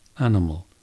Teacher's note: So in the word animal, we have three vowels, but two of them are schwas. Animal. The last two are a, animal.